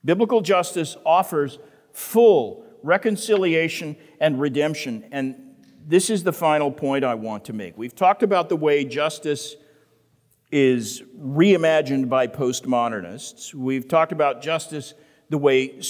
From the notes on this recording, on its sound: The Great Awokening Conference, Session 10